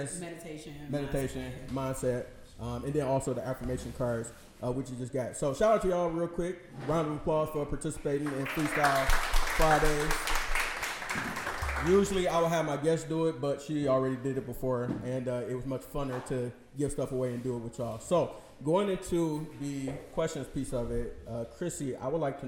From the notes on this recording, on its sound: a live taping of Black Fridays via The Raw Avenue Live Podcasting event